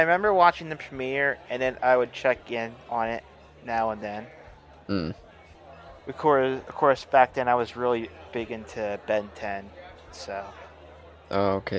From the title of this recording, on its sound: A Bar-side chat